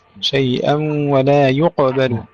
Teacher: رقق الهمزة وقلقل القاف